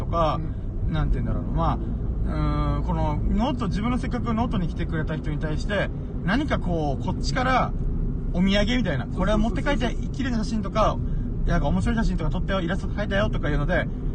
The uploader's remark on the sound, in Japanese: ダラダラドライブトーク。コラボ収録。